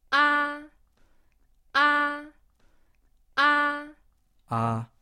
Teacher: Right, it's high, it's long, it's level. · Term: first tone